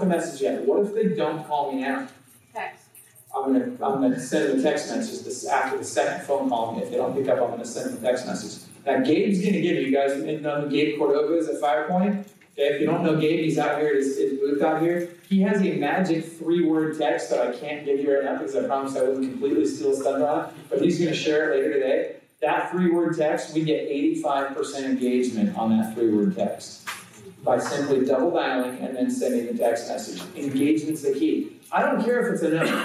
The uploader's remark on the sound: presents at the Xplode Conference